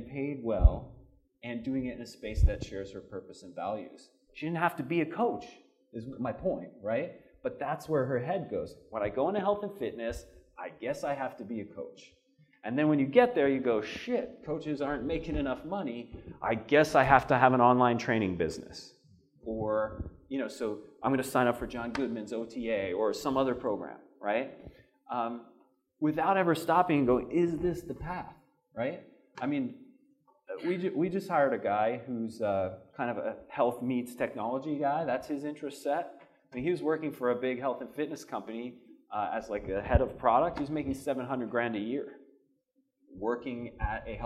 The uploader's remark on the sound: This podcast was recorded during my my fireside conversation. At the Vigor Ground Fitness and Business Summit.